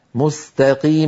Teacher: فلا يقول أحدنا مستقيم مثلا مستقيم، بل يقول مستقيم بسين مرققة